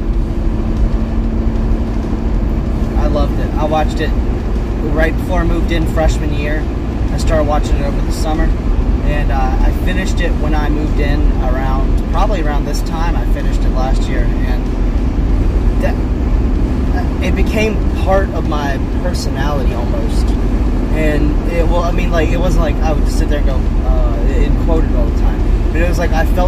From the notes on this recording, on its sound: Road to Charlotte. Joins the car ride to Charlotte and we turn on the voice recorder and see what happens.